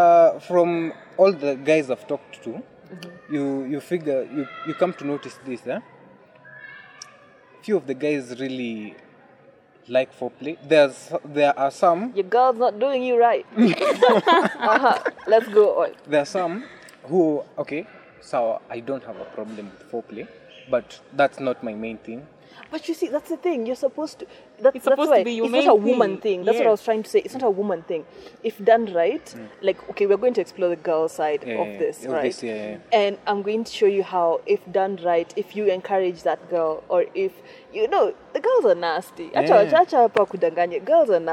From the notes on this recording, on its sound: Sorry for the wind we tried to manage it this was the best we got out of it